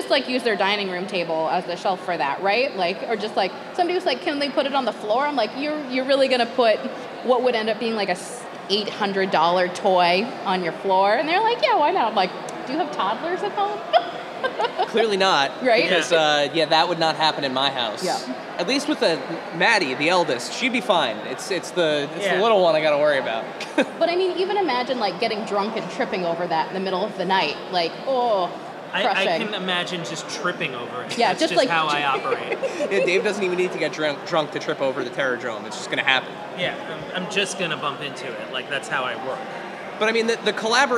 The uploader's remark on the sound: We recorded our first ever live episode of the pod at Zapp Con. In this special LIVE edition of Adventures in Collecting.